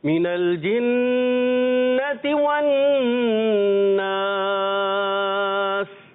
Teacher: गुड, अच्छा मिनल जिन्नति वन्नास, यहाँ पर भी क्या है नून मुशद्दद, एक अलिफ का गुन्ना करेंगे वन्नास में भी और मिनल जिन्नति में